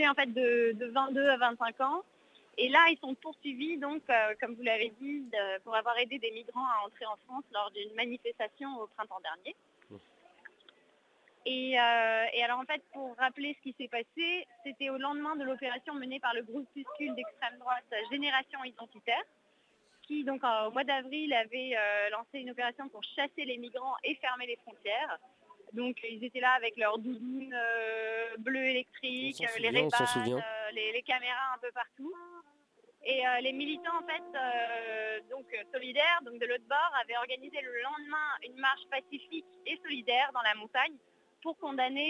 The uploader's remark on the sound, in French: en direct de la place de la République